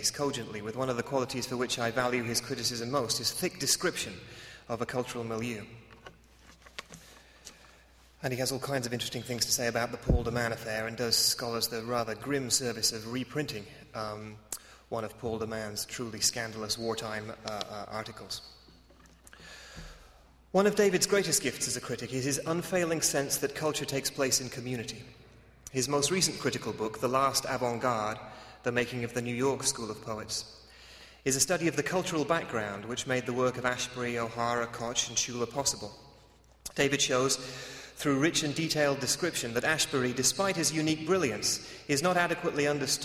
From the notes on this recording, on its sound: delivers the Virginia Beall Ball Lecture in Contemporary Poetry at Baylor's Armstrong Browning Library.